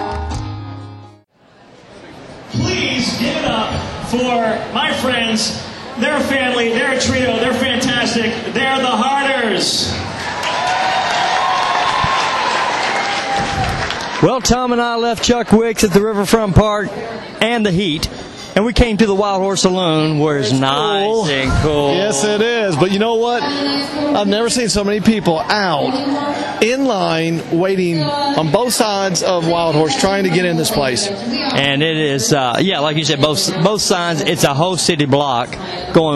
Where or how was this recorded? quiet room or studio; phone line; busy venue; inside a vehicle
busy venue